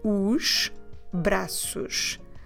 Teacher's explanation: On this one, we can't run together the os plus the braços, because braços starts with a consonant. So, there's no way to have that Z sound in between the os and the braços. So on this one, we actually say os braços.